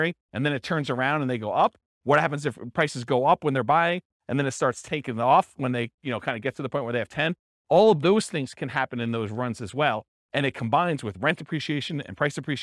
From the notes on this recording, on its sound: This was a live class recorded